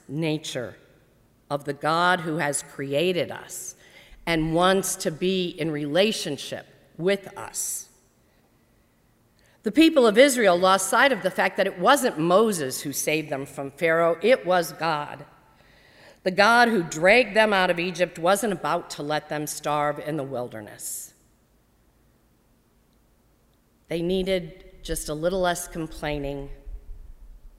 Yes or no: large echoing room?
yes